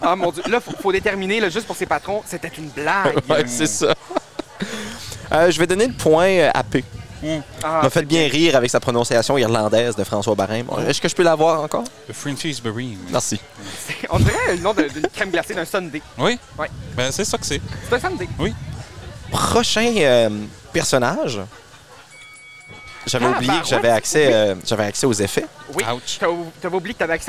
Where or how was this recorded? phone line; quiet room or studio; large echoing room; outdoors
outdoors